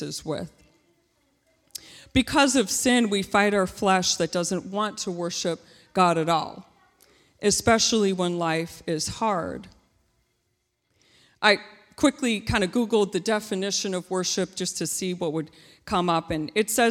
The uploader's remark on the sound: This JAT was recorded live on Sunday, October 24th, 2021 at Newark United Pentecostal Church.